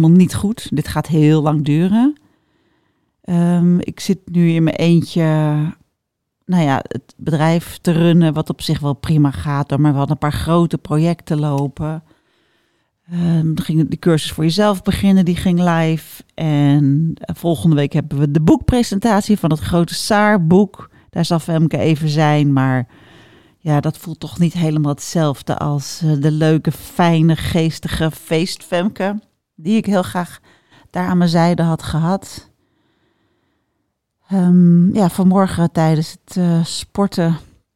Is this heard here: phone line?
no